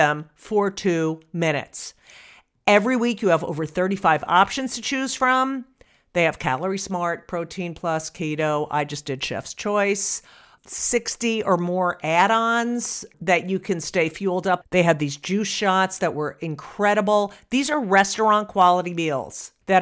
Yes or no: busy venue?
no